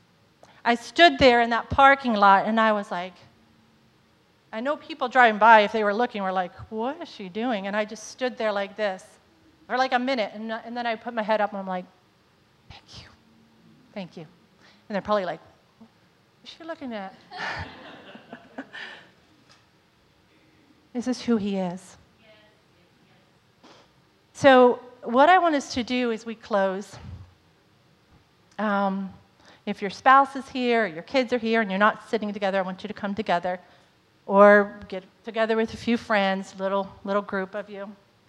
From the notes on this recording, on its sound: was recorded on Sunday, May 15th, 2022, during service at The Anchor Church in Rockport, Maine.